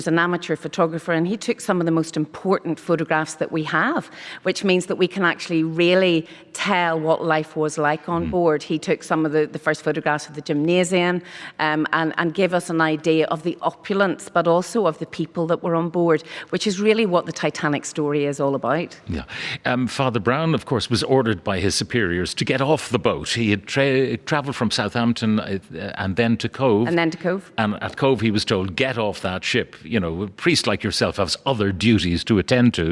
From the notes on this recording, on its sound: broadcast live from Titanic Belfast